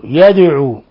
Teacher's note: دال ساكنة تقلقل لأن من حروف قطب جد